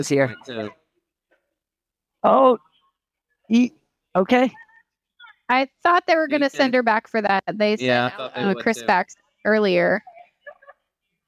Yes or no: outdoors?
yes